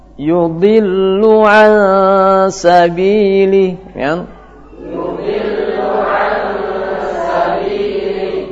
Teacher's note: Kalau kita baca dengan tebal. Yang empat huruf sabatadha. Nah, dibaca dengan tebal terus menerus.